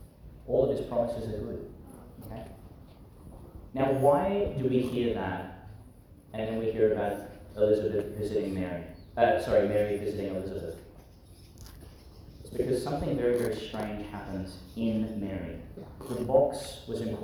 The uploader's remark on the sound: delivered at St John the Baptist Primary School, Gladstone, Qld.